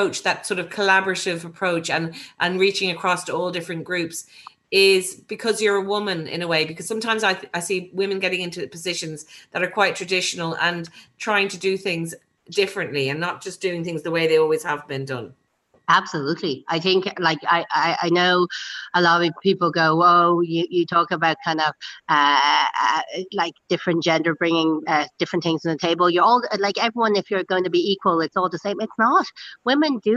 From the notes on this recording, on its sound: On a Zoom call from her new home the Mansion House in Dawson Street